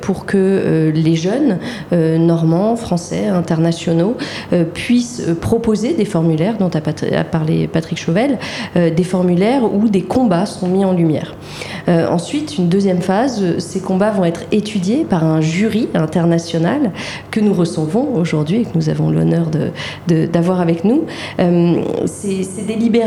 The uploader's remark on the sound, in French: La Méridienne en direct du Prix Liberté.